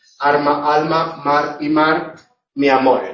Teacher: Las líquidas son, en este caso, la L y la R. Líquida lateral y líquida vibrante. En posición implosiva se confunden. · Term: confusión de líquidas